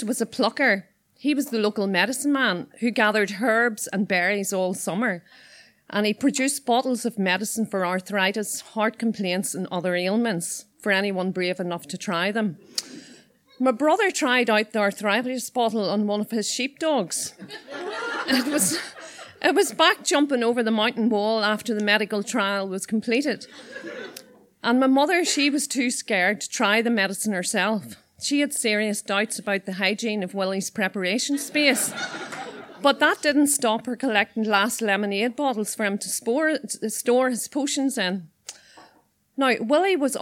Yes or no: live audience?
yes